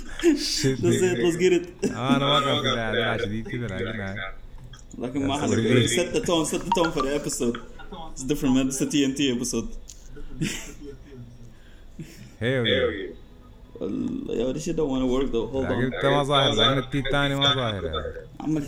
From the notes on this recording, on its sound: makes a quick Zoom Call